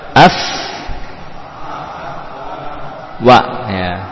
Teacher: Wawu dari dua bibir, ya.